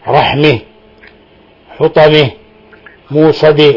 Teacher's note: يميل التاء المربوطة في نحو الرحمة الحطمة موصدة، فكل هذه يميلها إمالة كبرى، رحمة حطمة موصدة وهكذا، وهذه اسمها هاء التأنيث أو تاء التأنيث، وهذه ممن فرد به الكسائي عن غيره من إخوانه القراء.